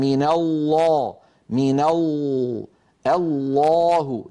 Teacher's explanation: تجدون بأن اللسان قد تقعر في وسطه وارتفع آخره قليلا، وأن لسان المزمار رجع إلى الوراء قليلا · Term: اللام المفخمة